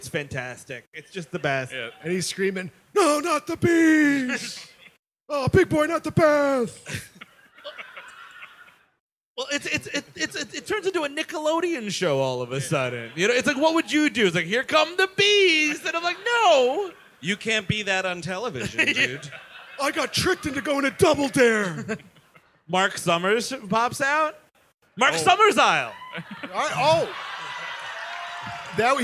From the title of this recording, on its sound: Live at the Gramercy Theatre